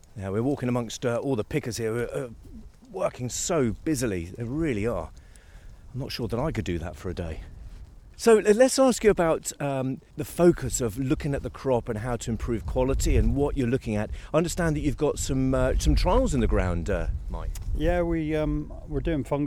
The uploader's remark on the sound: Live on Farm: Walking Fields of Gold in Cornwall.